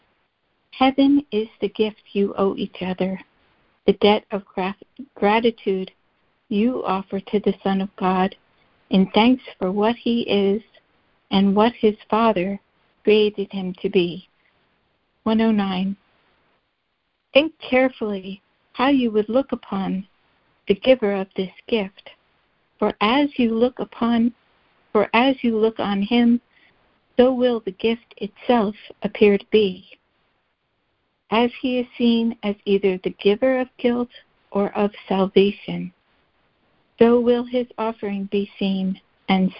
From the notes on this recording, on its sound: ACIM Daily Conference Call